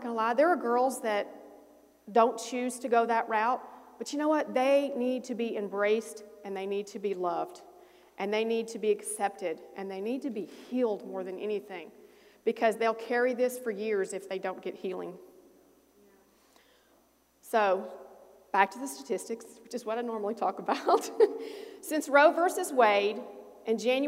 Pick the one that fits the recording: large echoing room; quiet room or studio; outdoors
large echoing room